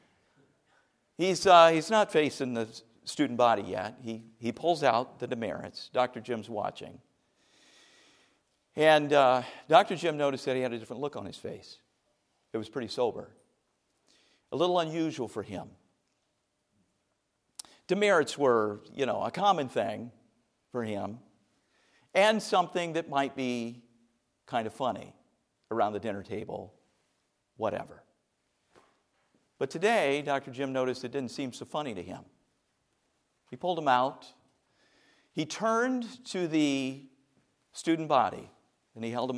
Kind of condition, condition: setting, large echoing room